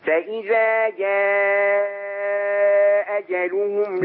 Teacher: فإذا جاء أجلهم لا كده إسقاط، كده انت بتقرأ لأبي عمرو كده إسقاط الهمزة. جاء أجلهم.